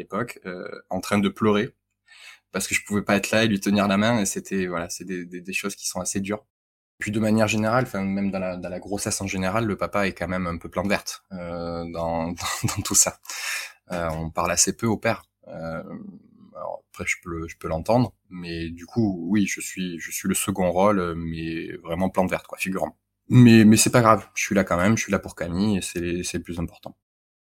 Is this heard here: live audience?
no